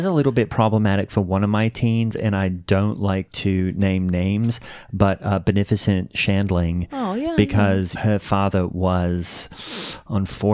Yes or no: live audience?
no